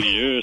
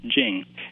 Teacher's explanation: Since we've adopted the word Beijing, I think a lot of people think that because it's a Chinese word, it should be pronounced in a foreign-sounding way. So I think a lot of people simply adopt a French-sounding jeu sound rather than the very simple English jing. And the irony is, while there are a few sounds that are hard for students, the jing is one of the easiest ones.